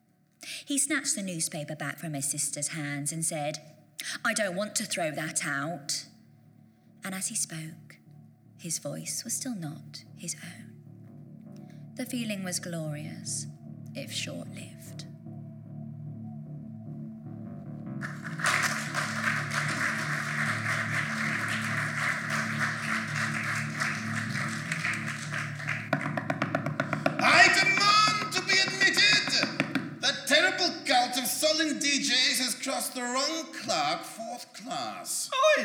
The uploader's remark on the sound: The rough and experimental pilot episode, performed live at VAULT Festival in Waterloo, London.